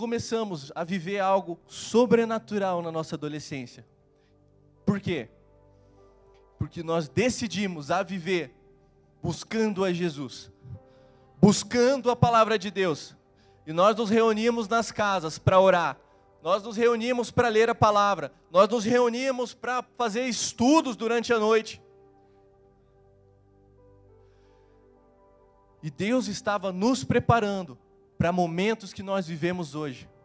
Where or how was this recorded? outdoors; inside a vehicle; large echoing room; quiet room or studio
large echoing room